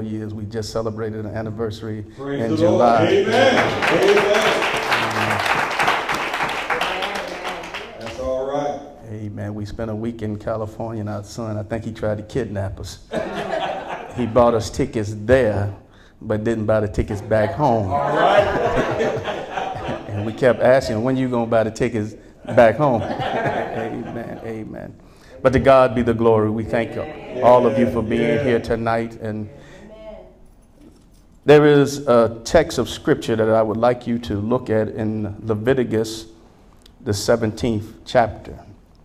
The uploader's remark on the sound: Sermon preached from Wesley AME Zion Church